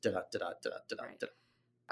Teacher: Like a foot that has two syllables and goes unstressed, stressed. · Term: iambic pentameter